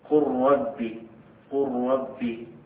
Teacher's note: أو جاء بعدها راء، قل ربي، قل ربي، لأن الأول إدغام متماثلين يعني اللام مع اللام، والثاني إدغام متقاربين أي اللام مع الراء، لا نستطيع أن نظهرها.